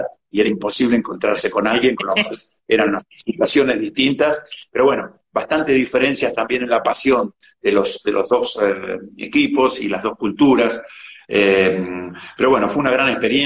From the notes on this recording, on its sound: VIA INSTAGRAM LIVE